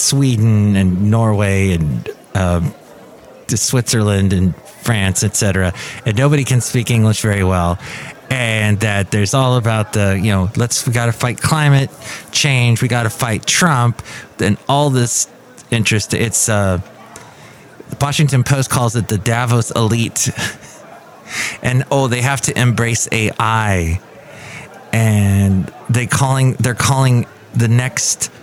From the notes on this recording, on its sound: podcasts live from Café Anyway